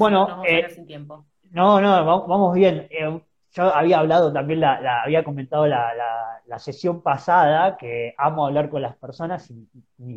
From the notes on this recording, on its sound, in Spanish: por IG Live